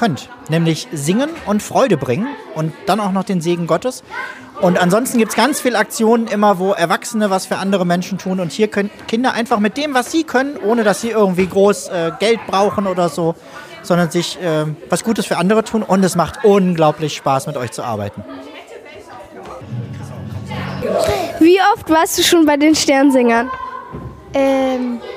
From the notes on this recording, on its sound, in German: In dieser Folge berichten wir live vom Sternsinger Vorbereitungstag. Eine Gruppe von Kindern hat sich während eines Workshops beim Sternsingertag zusammengeschlossen und ihre eigene Podcastfolge produziert.